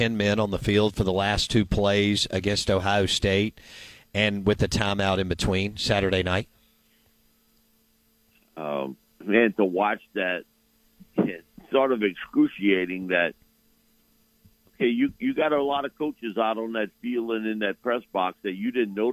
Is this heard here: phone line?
yes